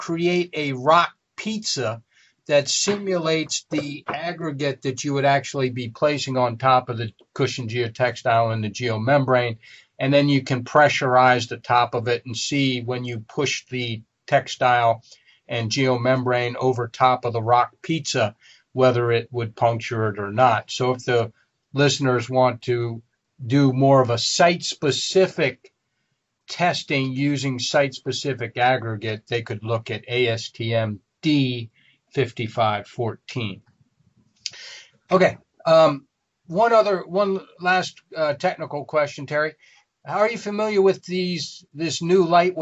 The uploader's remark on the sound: This is an audio version of the FGI webinar.